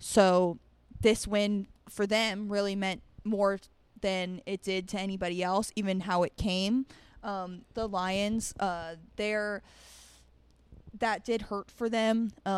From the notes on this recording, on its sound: broadcasting live from McFadden’s at Westgate in Glendale, Arizona